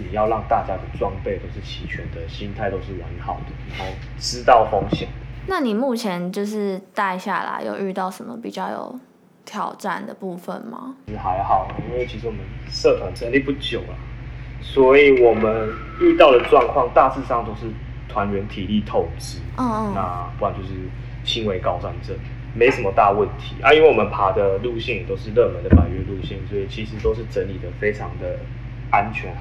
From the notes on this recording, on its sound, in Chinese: 這次遠距錄音雜訊比較多還請見諒